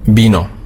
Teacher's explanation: Das V ist immer ausgesprochen wie ein weiches B. Es ist so ein Mittelding. · Term: weiche B